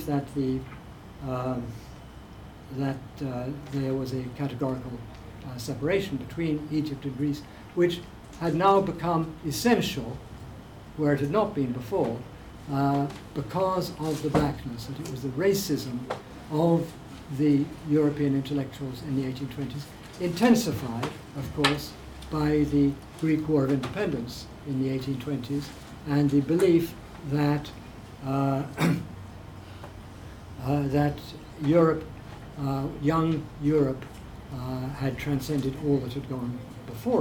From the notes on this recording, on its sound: speaking at the African Athena conference